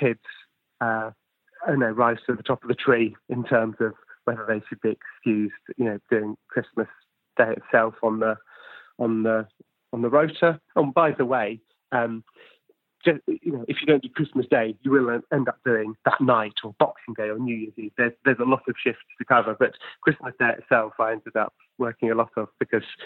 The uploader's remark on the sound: Over the phone.